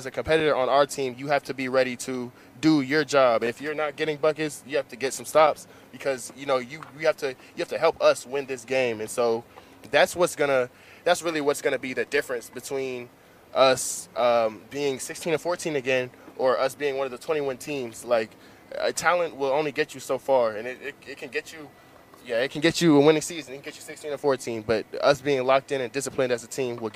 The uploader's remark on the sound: Exclusive coverage live at Bull Creek Golf Course in Midland, GA for the CSU Basketball Golf Tournament.